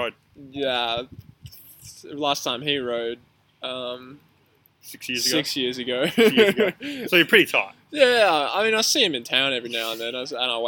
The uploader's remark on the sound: A Backyard Podcast. Today we learned recording audio outdoors is not great.